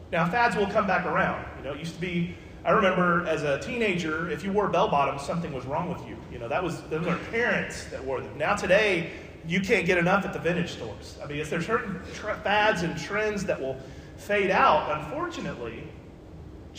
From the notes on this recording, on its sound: This podcast was recorded at the Jefferson Avenue Church of Christ.